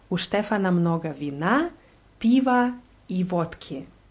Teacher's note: Bei Wina ist die Betonung auf A.